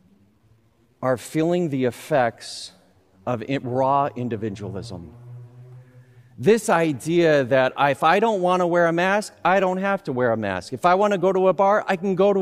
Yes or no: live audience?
yes